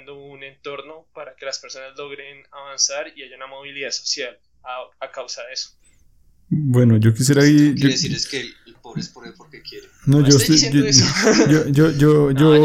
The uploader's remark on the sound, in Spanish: Problemas con el audio, disculpen las molestias.